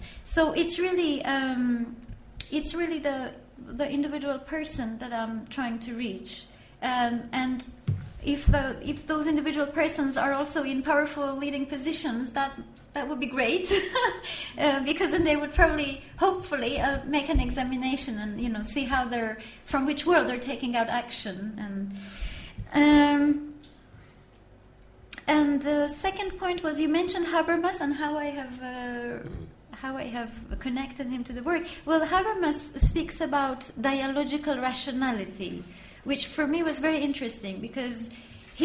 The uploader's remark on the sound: This public lecture is part of the LSE Arts exhibition Internal Worlds, External Relations.